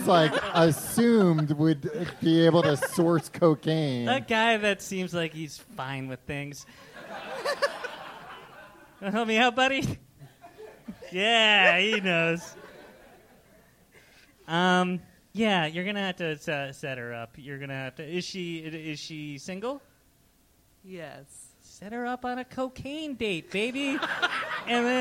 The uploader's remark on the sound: This show was recorded live before a studio audience in Chicago.